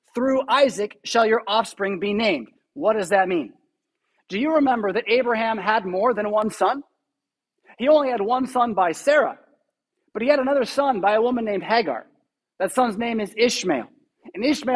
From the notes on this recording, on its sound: Preached at St Paul Lutheran Church , Rockford, Illinois